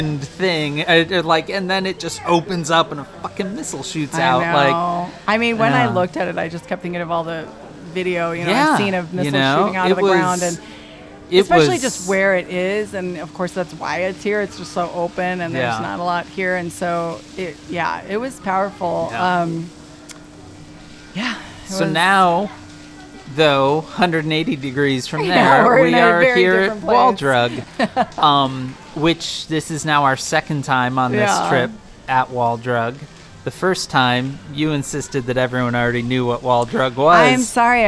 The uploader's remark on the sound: Live from Wall Drug. In the back yard of Wall Drug. They wind up back at Wall Drug, where they decided to record today’s episode.